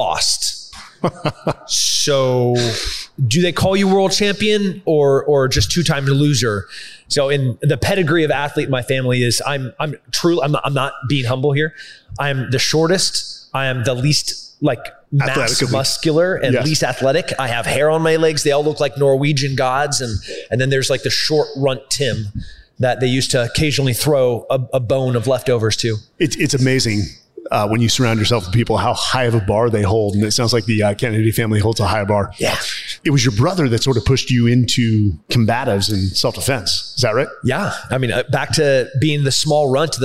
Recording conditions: live audience